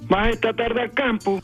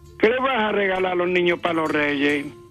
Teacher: en la localidad gaditana de Ubrique, las frases interrogativas terminan en alto.